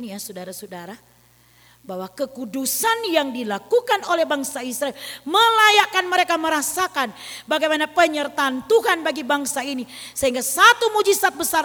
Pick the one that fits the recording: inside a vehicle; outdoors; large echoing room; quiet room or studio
large echoing room